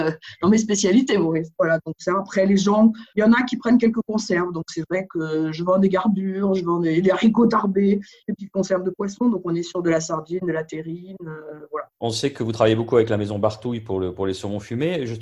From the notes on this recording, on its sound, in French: C’est une équipe au grand complet qui s’est faite belle pour sa séance quotidienne de visioconférence.